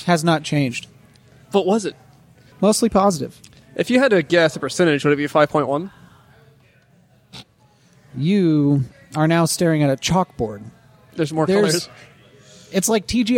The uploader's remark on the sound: This shorty takes us on location to Books and Brews in Zionsville. This shorty takes us on location to Books and Brews in Zionsville.